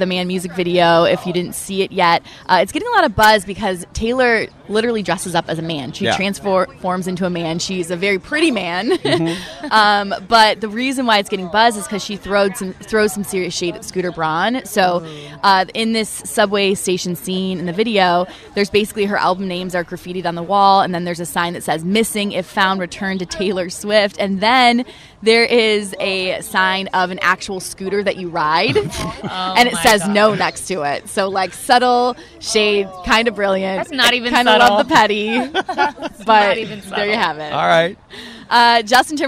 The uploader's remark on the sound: The Morning Show Is Live from The Happiest Place on Earth!